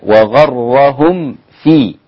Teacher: الميم الساكنة ما بيجي بعدها فاء ما بعملش غنة خلاص مفيش إخفاء ولا غنة